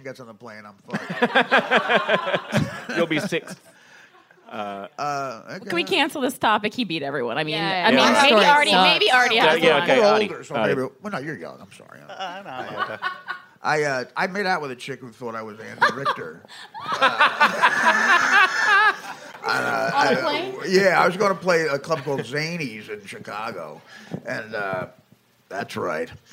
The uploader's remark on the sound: Walked into a bar in Brooklyn and, in front of a packed crowd of drunks, argued about the news with some of the funniest, smartest people in New York.